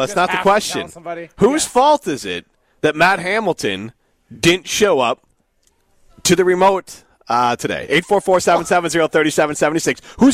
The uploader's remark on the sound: live at Maple Bluff Country Club